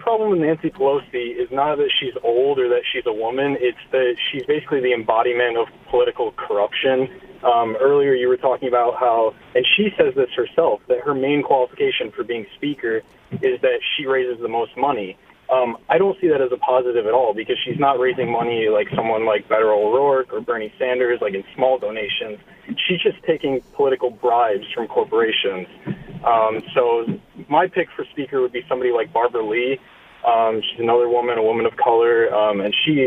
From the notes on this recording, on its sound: answers listener phone calls